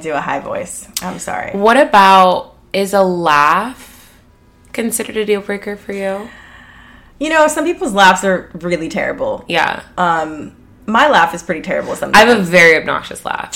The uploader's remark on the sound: It's also full of belly laughs directly into the mic. In person girl chat.